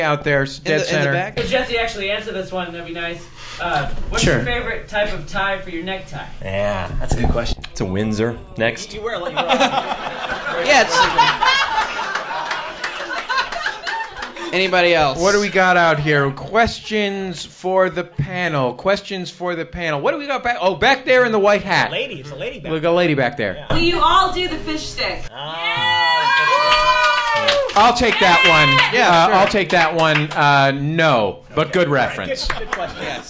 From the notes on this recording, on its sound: This episode was taped before a live audience for the Monsters of Podcasting Tour in San Francisco.